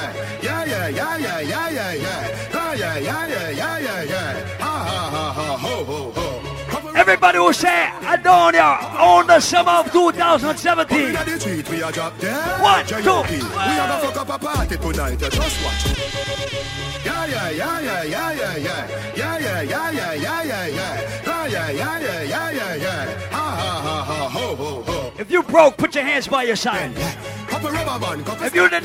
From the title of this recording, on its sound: LIVE AT ISLAND SATURDAYS ON AUGUST 19TH